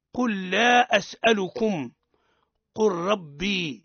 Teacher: تدغم لام الفعل في اللام والراء · Term: الإدغام